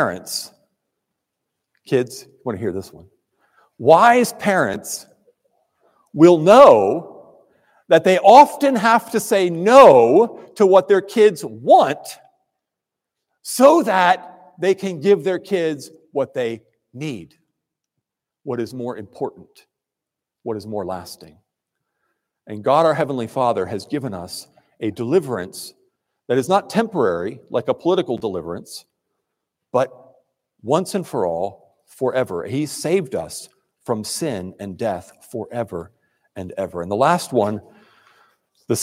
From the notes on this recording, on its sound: preached at Trinity Presbyterian Church in Crofton, MD.